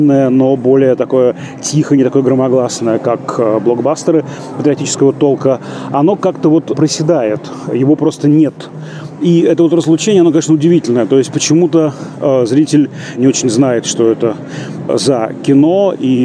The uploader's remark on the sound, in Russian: Этот эпизод частично записан на фестивале «Кинотавр»